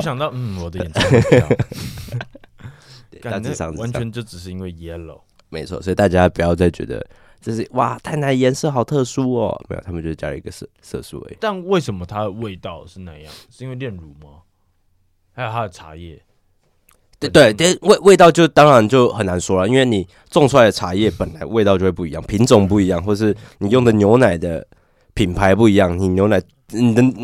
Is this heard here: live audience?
no